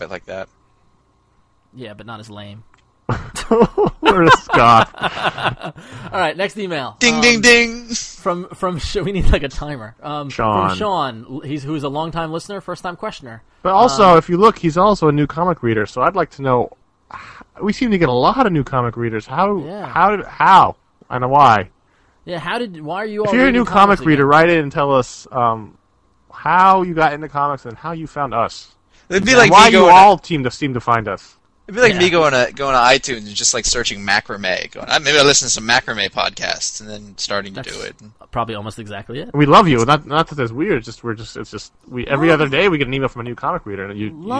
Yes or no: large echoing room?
no